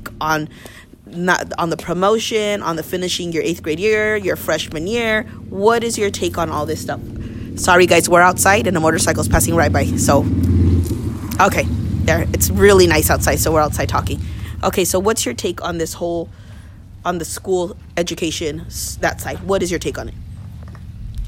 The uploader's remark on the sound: We sat outside